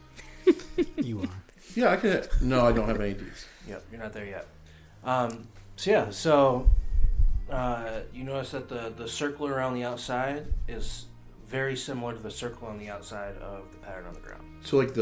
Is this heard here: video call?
no